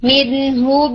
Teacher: और मीम साकिन में अगर मीम साकिन के बाद मीम आ जाए, हर्फ मीम आ जाए, तो फिर हम वहां पर इदगाम करते हैं, यानी फर्स्ट मीम जो है वो सेकेंड मीम के अंदर बिल्कुल मर्ज हो जाता है और आप उसे मुकम्मल तौर पर इदगाम के साथ पढ़ते, गुना के साथ पढ़ते। जैसे मीन हुब, तो हुब इस मीम साकिन के बाद नेक्स्ट मीम तहरिक आ रहा है, तो आप उसे यानी इदगाम करके ज्यादा देर ठहर के फिर पढ़ते मीन हुब, ठीक है।